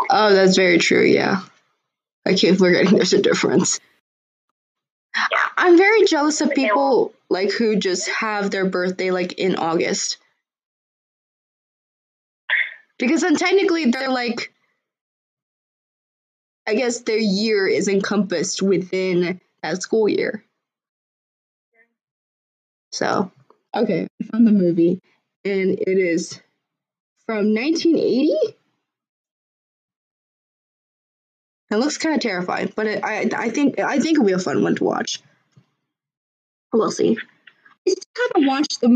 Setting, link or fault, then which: fault, poor sound quality